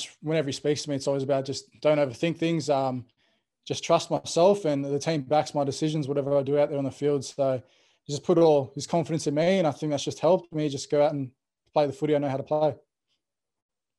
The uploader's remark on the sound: Chat to the media via Zoom.